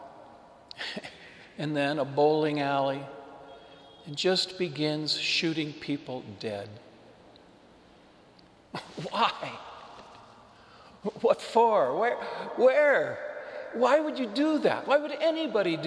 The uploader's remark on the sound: Homily delivered to the Saint Francis Catholic Community in Cuenca, Ecuador.